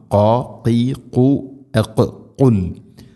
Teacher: ഖാഫ് എന്ന അക്ഷരത്തിൻ്റെ ഉച്ചാരണം തൊണ്ടയുടെ മുകൾ ഭാഗവും കഴിഞ്ഞ് ചെറുനാക്കിൻ്റെ ആ ഒരു ഭാഗം പ്രത്യേകം ശ്രദ്ധിക്കണം